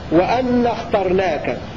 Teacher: قرأ حمزة بتشديد النون في لفظ وأن اخترناك بدل وأنا اخترتك، وأن اخترناك بنون مفتوحة بعد ألف ضمير المتكلم المعظم نفسه وهو الله عز وجل.